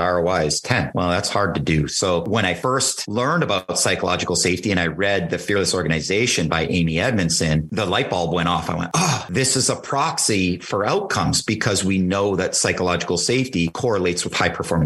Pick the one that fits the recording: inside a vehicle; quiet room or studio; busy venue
quiet room or studio